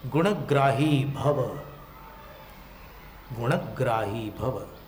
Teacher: ण को पूरा बोल रहे हैं और ग्राही में संयुक्त अक्षर है तो स्वराघात भी कर रहे हैं